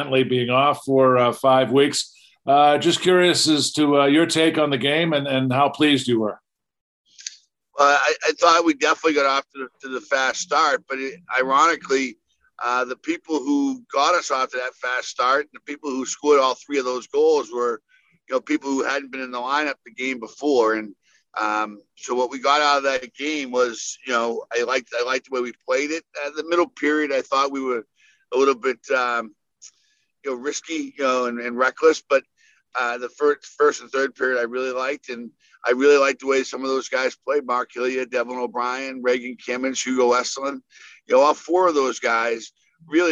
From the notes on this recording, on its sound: weekly media teleconference